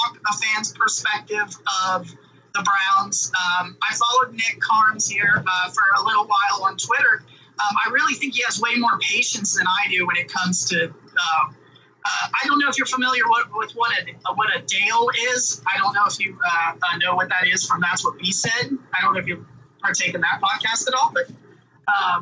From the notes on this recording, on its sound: I forgot to mute my mic while driving for the first 15 of the interview but it quiets down after that.